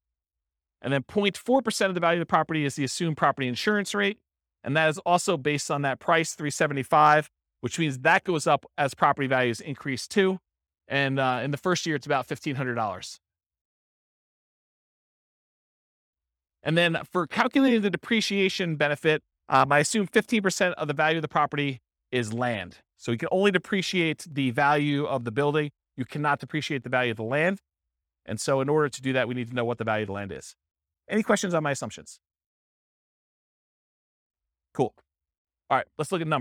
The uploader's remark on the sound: This was a live class recorded